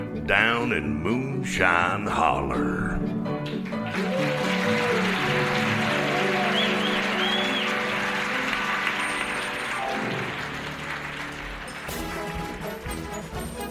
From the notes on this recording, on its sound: Recorded Live 9/10/2010 at Largo, Los Angeles.